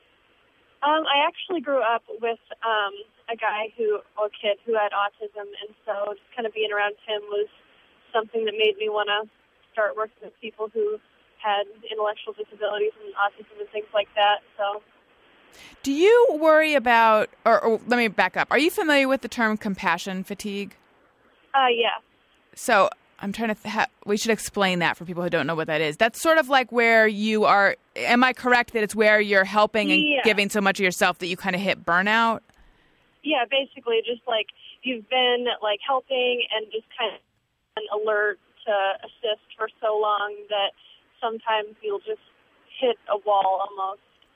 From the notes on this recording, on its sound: Fan Phone Call